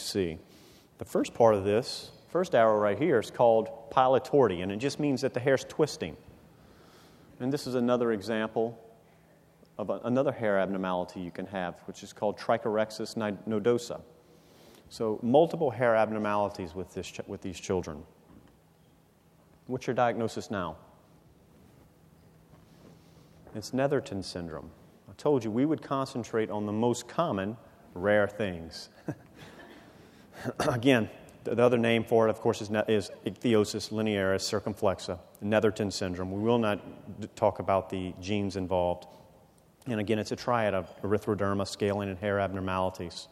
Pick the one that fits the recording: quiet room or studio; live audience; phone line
live audience